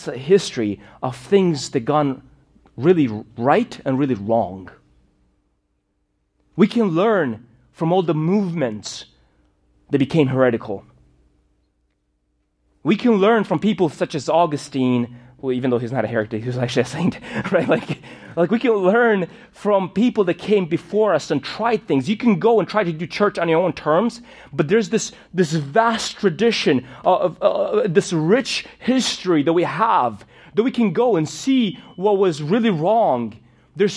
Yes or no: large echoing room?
yes